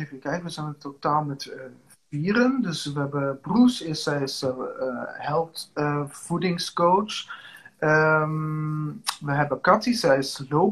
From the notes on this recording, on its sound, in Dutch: deze EnergyTalk is opgenomen op InstaLive